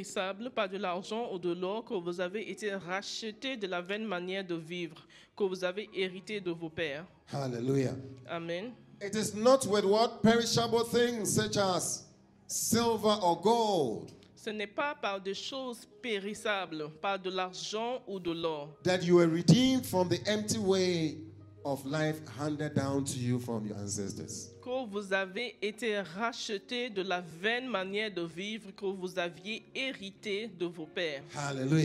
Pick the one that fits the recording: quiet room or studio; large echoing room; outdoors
large echoing room